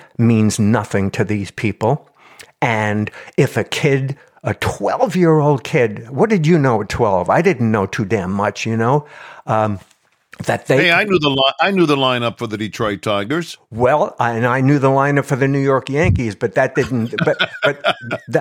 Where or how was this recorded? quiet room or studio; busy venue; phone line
quiet room or studio